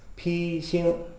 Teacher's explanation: 披星两个字呢都是一声，都是阴平声